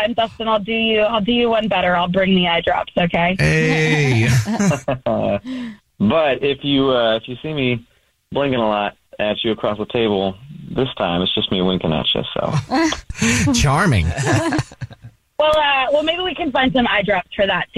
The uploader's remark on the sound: We get that other person on the phone